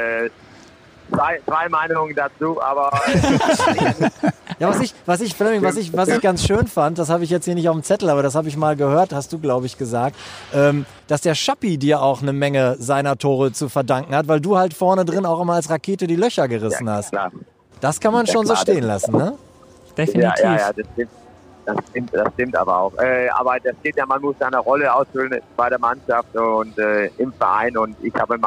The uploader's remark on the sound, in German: live am Telefon